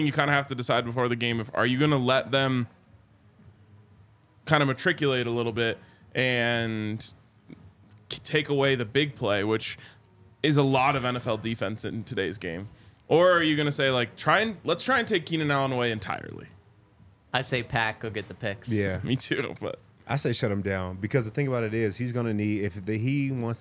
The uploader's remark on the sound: Coming to you LIVE from the DNVR Bar to break down all of the latest news in Broncos Country.